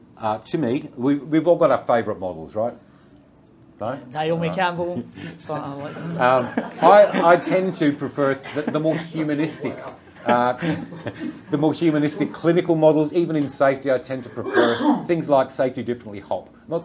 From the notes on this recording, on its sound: Live at the Brisbane Safety Differently Bookclub. This is the live recording of that session at the Brisbane Safety Differently book club.